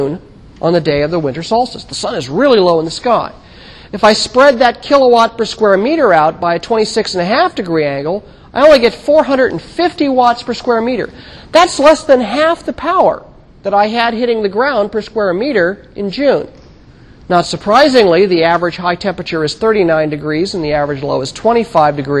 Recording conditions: large echoing room